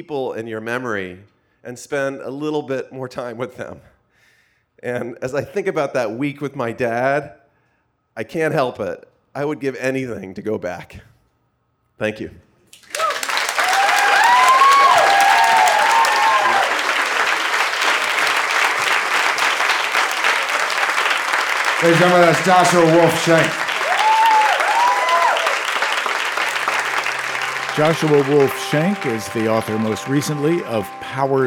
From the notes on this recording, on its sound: A special live edition of The Moth recorded at The Players Club in New York City.